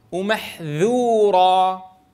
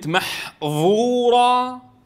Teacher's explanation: أن تجعلها مستعلية مطبقة بينما الذال مستفلة منفتحة. فإذا أعطيت للذال المستفلة المنفتحة استعلاء وإطباقا أصبحت ظاء